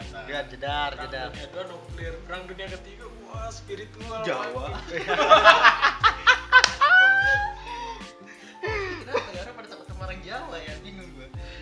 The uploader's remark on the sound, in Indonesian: Mohon maaf guys klo banyak suara, karena kita rekaman di atas kapal pesiar terus geludug (Bonus Suara Lumba-Lumba).